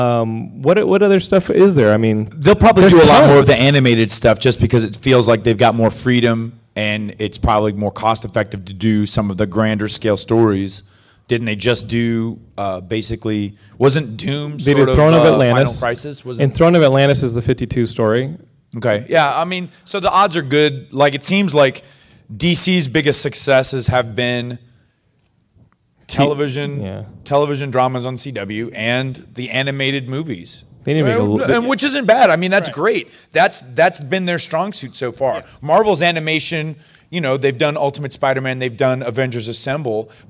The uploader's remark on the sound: Live from Stan Lee's Comikaze Expo, our very first LIVE Geekscape from a comic convention!